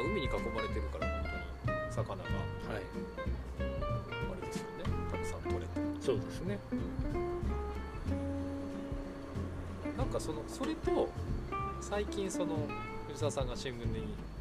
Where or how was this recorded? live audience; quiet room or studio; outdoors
outdoors